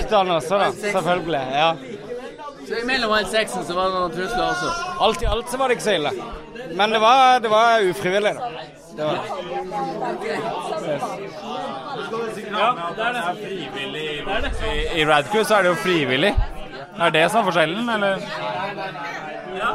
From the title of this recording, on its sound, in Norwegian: Live jubileumsepisode med 20 gjester